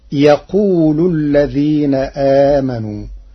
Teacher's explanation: قرأ ورش كلمة ويقول بحذف الواو التي قبل يقول مع رفع اللام